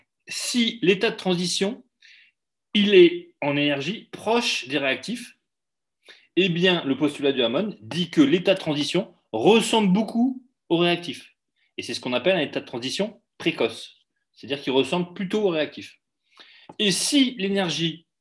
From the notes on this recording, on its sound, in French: Diaporama commenté en cours à distance par Zoom.